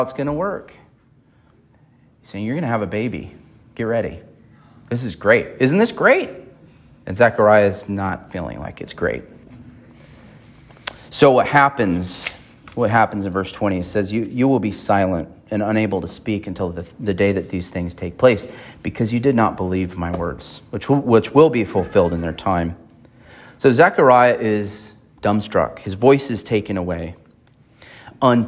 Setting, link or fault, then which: setting, large echoing room